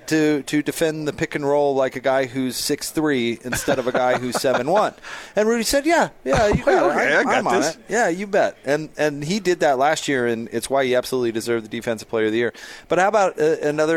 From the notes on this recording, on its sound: LIVE at Metro by T-Mobile